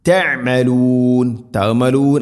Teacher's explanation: വളരെയധികം അയിനിൻ്റെ മഖ്റജ് ശ്രദ്ധിക്കണം. തഅമലൂൻ എന്നോതി പോകരുത്, തൊണ്ടയുടെ മധ്യഭാഗമാണ് അയിന്.